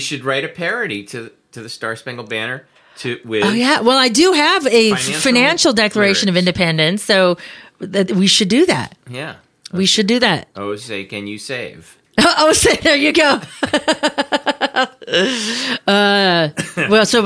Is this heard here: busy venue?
no